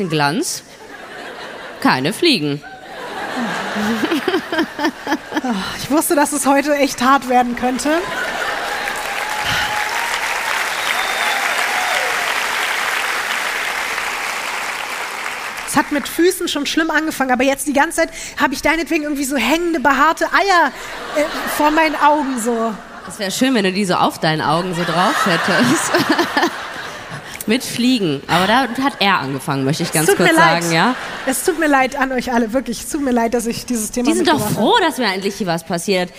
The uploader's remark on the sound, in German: LIVE in Frankfurt am Main.